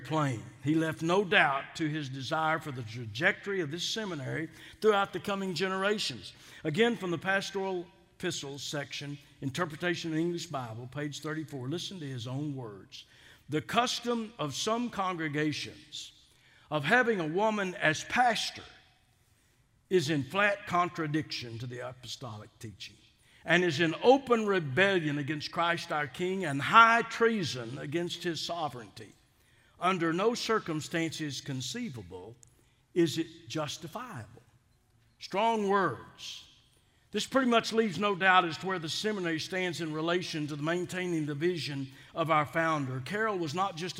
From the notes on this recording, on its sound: delivered the Founder’s Day Address at Southwestern Baptist Theological Seminary on March 10th, 2022 in #SWBTSChapel.